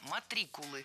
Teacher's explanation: Ударение ставим на второй слог.